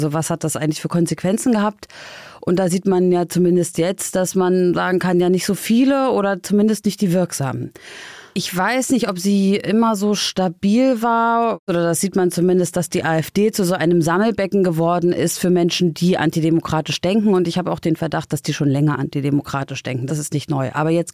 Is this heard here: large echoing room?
no